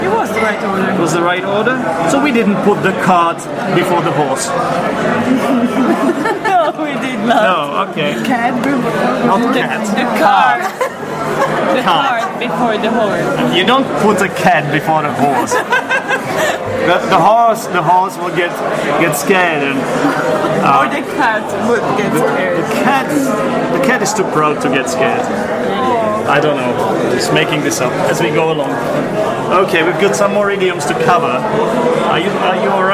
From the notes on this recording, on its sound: We were drinking alcohol during this episode. There is a lot of background noise.